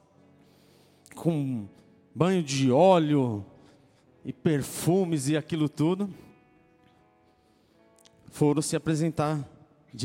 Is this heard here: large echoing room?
yes